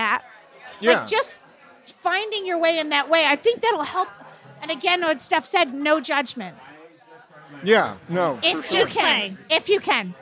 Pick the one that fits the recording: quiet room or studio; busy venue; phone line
busy venue